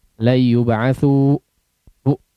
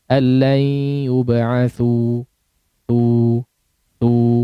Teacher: jangan terkesan ada hamzah di akhirnya · Shown in: second take · Yub'atsu bu, nah, ada e ya, ada ditutup itu apa pangkal tenggorokan atau pita suaranya ditutup, jangan, nanti jadi ada hamzah la yub'atsu bu, tidak, tapi lepaskan saja, habiskan di udara la yub'atsu tu tu. · Term: mad tabi'i